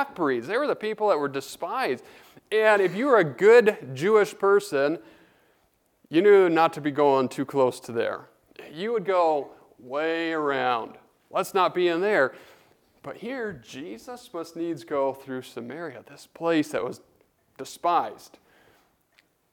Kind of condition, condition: setting, large echoing room